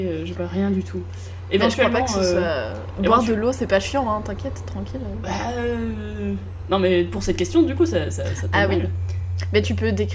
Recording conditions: sounds in the background